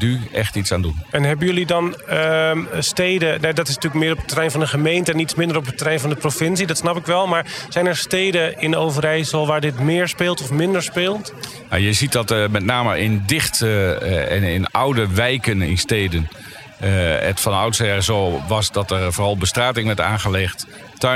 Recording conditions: busy venue